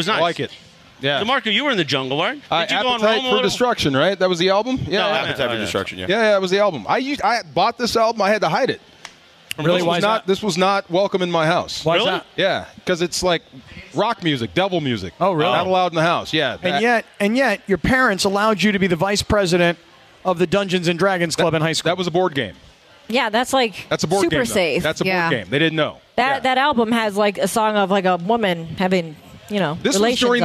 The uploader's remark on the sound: live from Yaamava' Resort and Casino